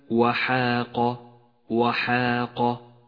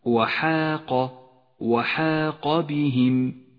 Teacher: لاحظ كلمة وحاق وحاق، فحرف الحاء مرقق وكذلك الألف التي بعده، أما حرف القاف فهو حرف مفخم دائما، فبراعتك تكمن بأن تنتقل بين الترقيق والتفخيم من غير أن تخلط بين الصفات، هكذا وحاق وحاق بهم.